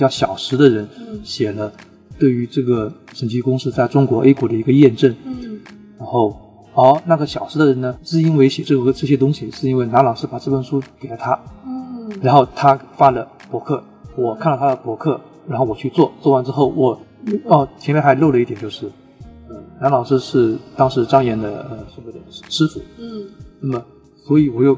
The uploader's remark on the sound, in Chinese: 这期节目因为是6月青训营课程结束后，直接在大课场地录制，因为会场过大导致收音效果不好。我们试图找了专业的外包工作室进行修音，也尝试通过AI翻译转文字。